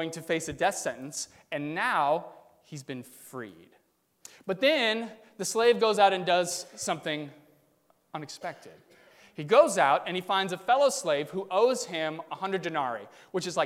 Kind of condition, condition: setting, large echoing room